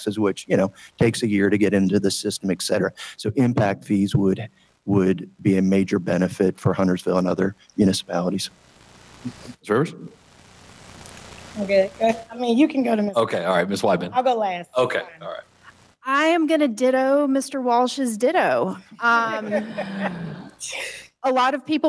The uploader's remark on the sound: Town of Huntersville Mayoral and Commissioner Forum, LIVE from Downtown Huntersville